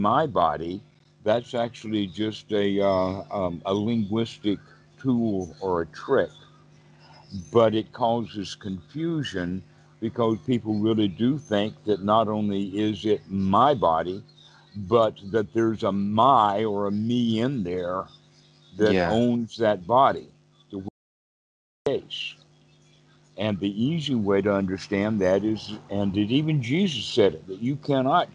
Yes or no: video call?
yes